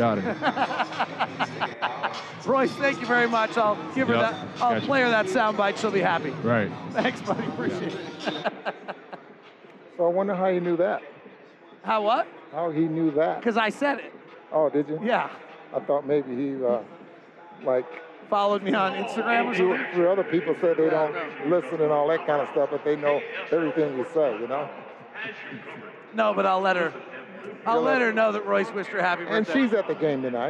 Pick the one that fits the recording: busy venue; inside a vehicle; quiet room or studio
busy venue